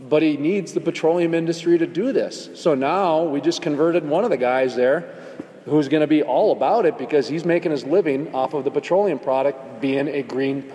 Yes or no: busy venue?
yes